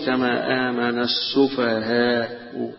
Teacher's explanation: يمد الألف، يقف عليها كألف، يبدل الهمزة ألفا. ويجوز الروم بالتسهيل، الروم يعني بيظهر الحركة اللي هي الضمة على تسهيل آخرها